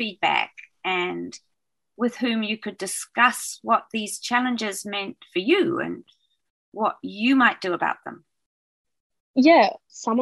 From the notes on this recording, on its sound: This recording was made over Zoom during the Covid-19 Delta lockdown in August 2021.